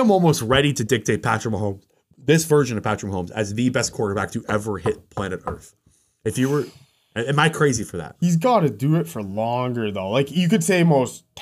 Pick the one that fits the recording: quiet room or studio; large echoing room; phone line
quiet room or studio